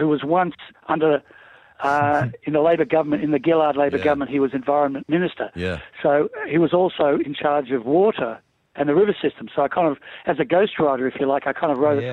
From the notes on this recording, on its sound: We are joined on the phone